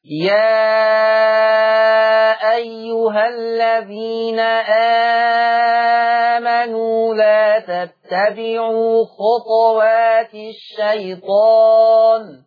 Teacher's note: لفظ خطوات لورش عن نافع بيسكن الطاء · Term: القلقلة